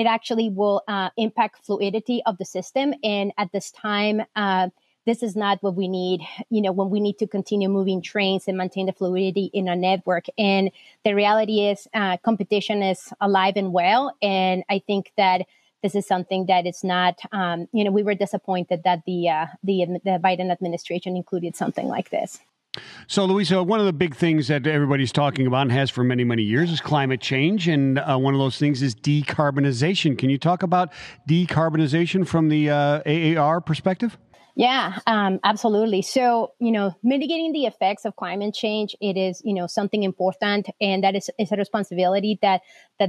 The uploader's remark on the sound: LIVE from FreightWaves' Intermodal Summit